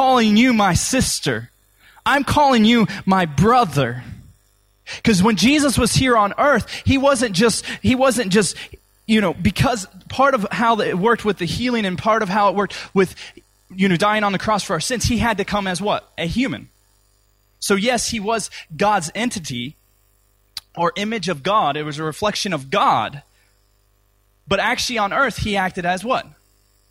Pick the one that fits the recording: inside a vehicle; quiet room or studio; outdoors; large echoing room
large echoing room